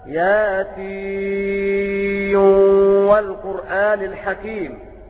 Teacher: فقرأ المشار إليهم بقوله روى ظعن اللوى بإدغام النون في الواو، فيقرؤون هكذا ياسين.